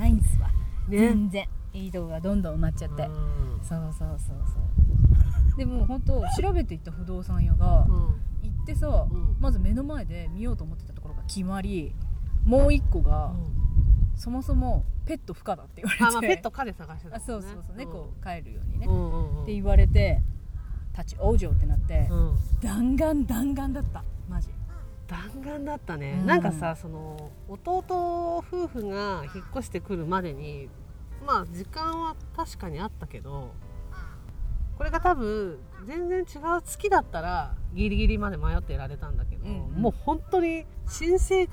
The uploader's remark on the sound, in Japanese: 再会の瞬間とってみました！風の音で音質が史上最強に悪くて本当に申し訳ないです。